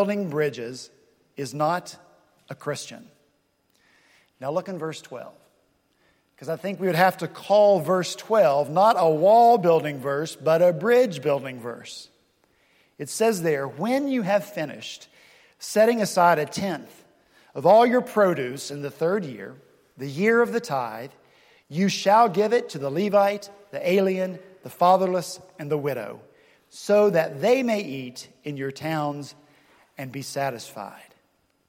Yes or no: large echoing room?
yes